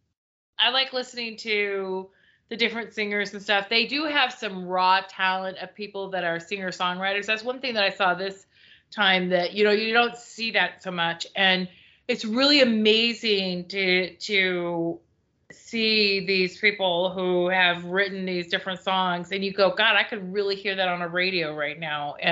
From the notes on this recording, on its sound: skype call turned into podcast episode